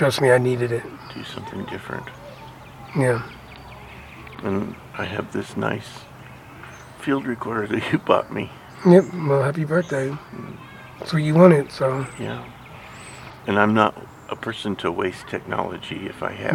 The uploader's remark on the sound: We made a recording at the zoo. Conversation at the zoo pavilion. Sounds of a cardinal. Sounds of prairie dogs.